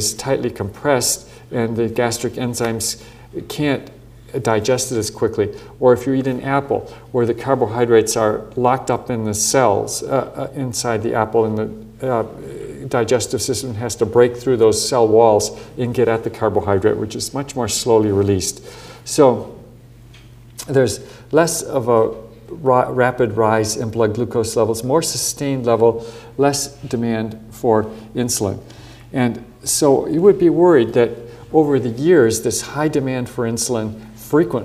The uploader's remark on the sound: Recorded on 12 June 2008 at the University of Edinburgh's George Square Lecture Theatre.